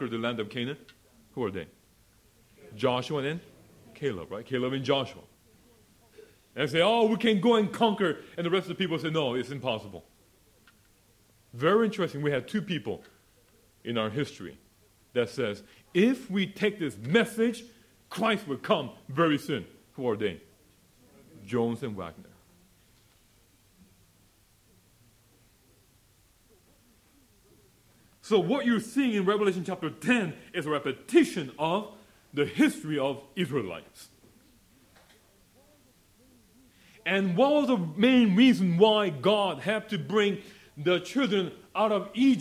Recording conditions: live audience